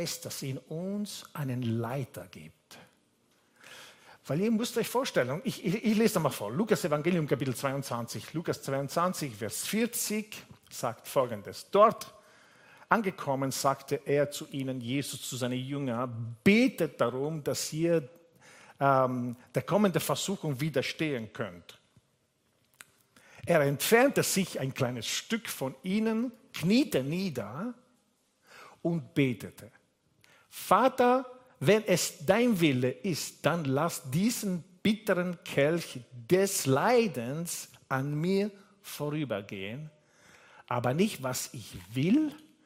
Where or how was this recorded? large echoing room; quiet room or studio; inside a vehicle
large echoing room